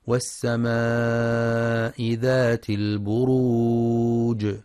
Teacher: ينتبه القارئ في كلمة والسماء للمد المتصل الواجب